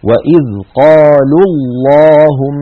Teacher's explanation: لاحظوا الواو من قالوا ساكنة واللام الأولى من اللهم ساكنة، فالتقيا في اللفظ والنطق فسقط الأول من النطق وصلا. وإذ قالوا اللهم، فإن وقفنا نقول وإذ قالوا.